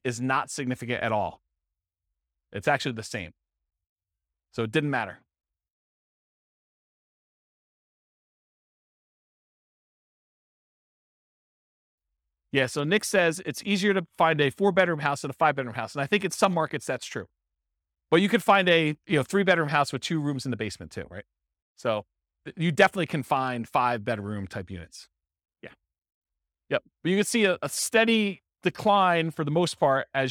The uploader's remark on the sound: This was a live class recorded